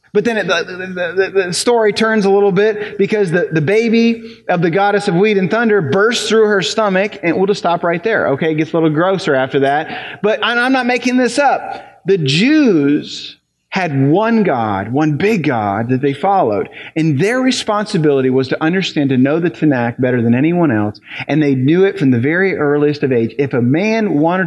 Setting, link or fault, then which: setting, large echoing room